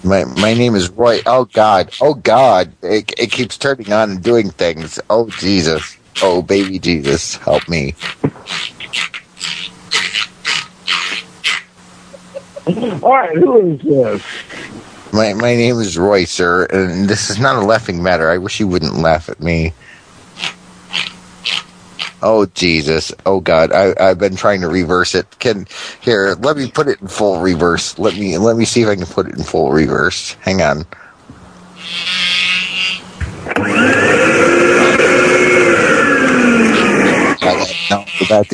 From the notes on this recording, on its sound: Prank Phone Calls